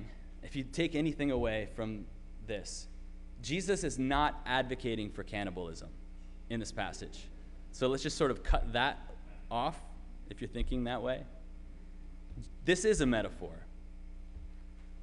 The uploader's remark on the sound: Sermon preached at RCHP